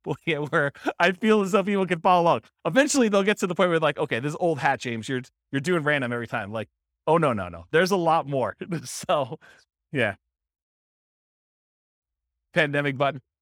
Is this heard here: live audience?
yes